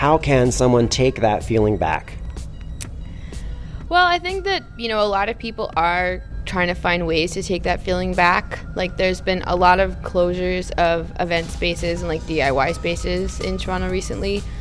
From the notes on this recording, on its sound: Backstage at The Imperial. In Vancouver.